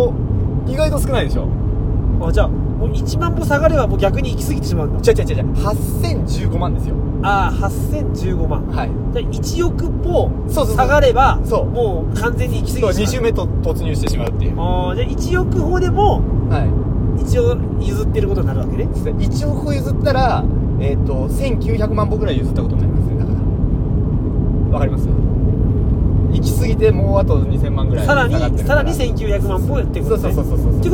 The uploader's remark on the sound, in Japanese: 仕事終わりの営業車の中で、いつものようにくっちゃべっています